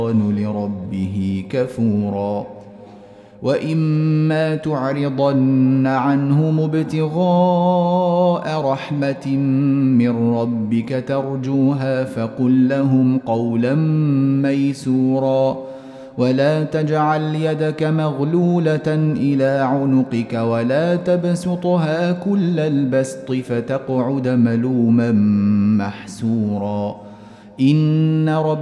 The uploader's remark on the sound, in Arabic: مسجل من صلاة التراويح بمسجد السلام بحي مشرفة بجدة.